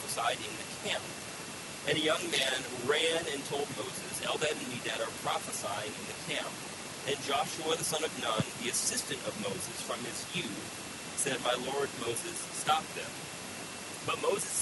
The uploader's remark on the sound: We apologize for the poor sound quality, we had lots of technical issues Sunday.